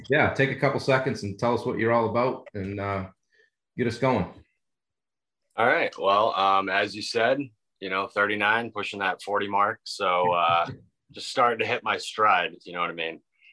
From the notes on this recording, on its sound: This week we connected via Zoom